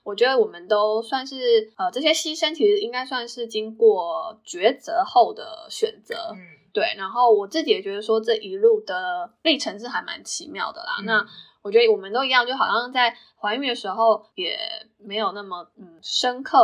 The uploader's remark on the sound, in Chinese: 本集音質欠佳，敬請多包涵